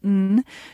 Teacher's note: N's actually a nasal consonant. So the sound doesn't come out the mouth, it comes out the nose. · the point of articulation contact is the tongue tip on the alveolar ridge just behind the teeth